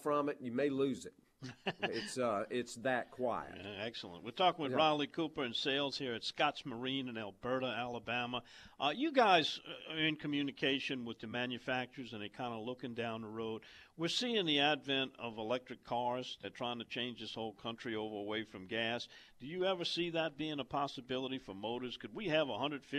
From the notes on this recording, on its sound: on location at Scott's Marine in Alberta, Alabama